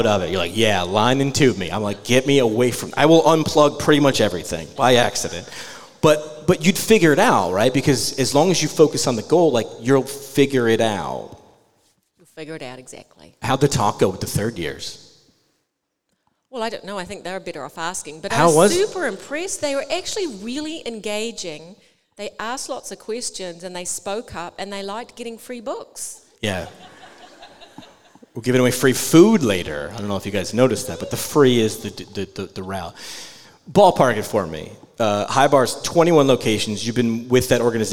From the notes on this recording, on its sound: We took PT Pintcast on the road and landed at the University of New England for a live episode.